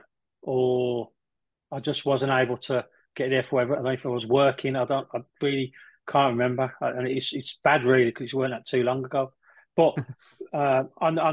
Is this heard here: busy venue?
no